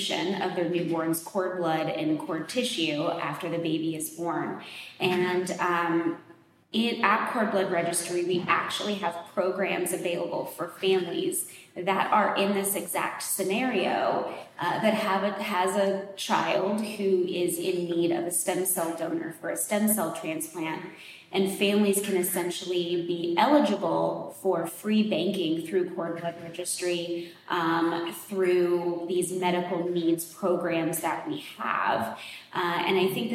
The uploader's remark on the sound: Live from PGDIS. Enjoy this episode recorded live from the conference venue!